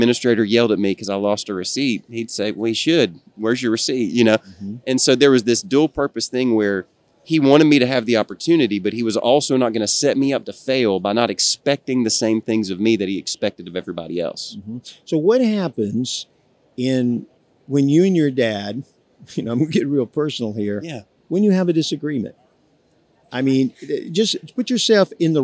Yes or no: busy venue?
yes